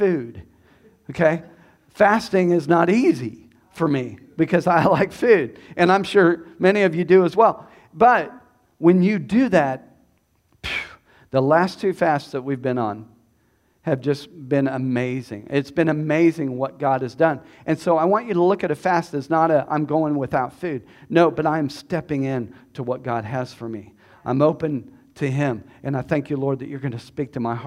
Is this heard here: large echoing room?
yes